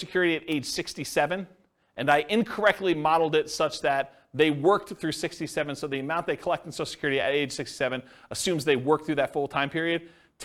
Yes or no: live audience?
yes